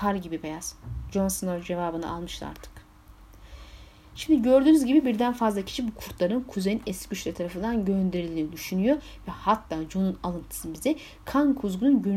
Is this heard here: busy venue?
no